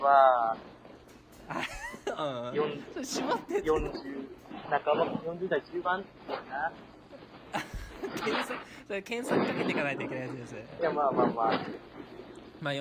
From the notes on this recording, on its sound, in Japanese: 雑音がえげつないですが。